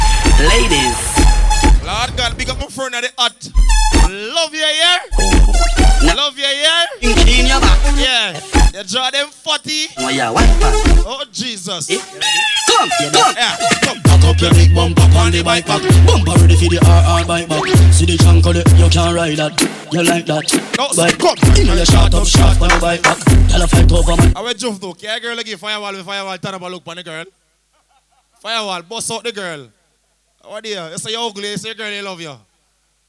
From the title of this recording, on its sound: LIVE AT (MODELS&BOTTLES)